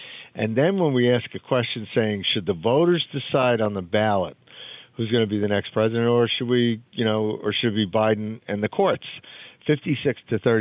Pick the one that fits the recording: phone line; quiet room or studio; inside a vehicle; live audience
phone line